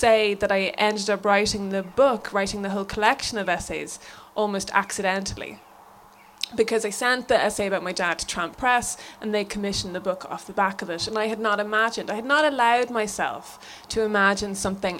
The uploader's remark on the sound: Live at Crosstown Drift. A live recording, from O'Mahony's of Watergrasshill during the Mystery Bus Tour of Crosstown Drift litfest.